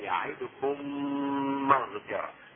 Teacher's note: الحالة الأولى الإدغام، فتدغم في مثلها بغنة كاملة إذا وجد بعدها أو جاء بعدها ميم، ويسمى إدغام متماثلين، إدغام متماثلين، وتكونان في كلمتين.